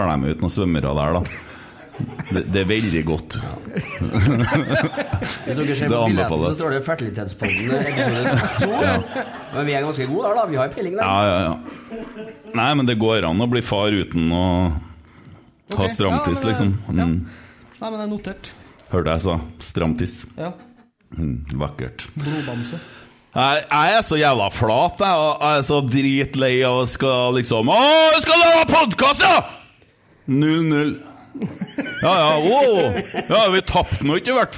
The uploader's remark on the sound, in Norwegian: Live pod fra Lerkendal.